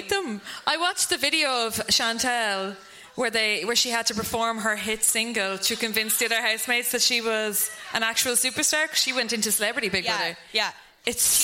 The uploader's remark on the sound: Live at the Sugar Club